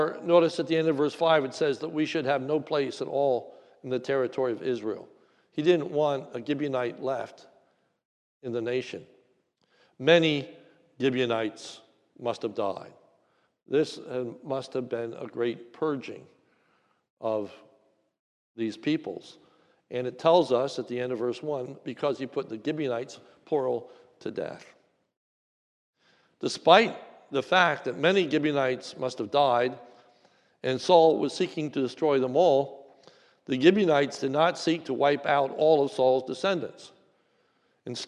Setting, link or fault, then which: setting, large echoing room